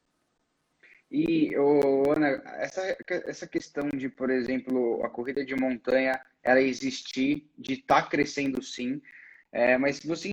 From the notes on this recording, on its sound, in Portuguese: durante uma live, que rolou em nosso Instagram